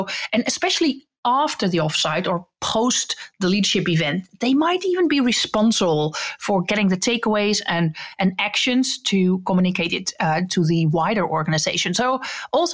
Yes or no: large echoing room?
no